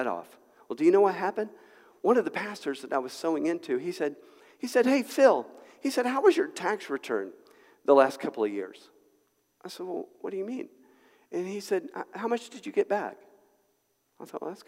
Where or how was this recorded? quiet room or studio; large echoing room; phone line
large echoing room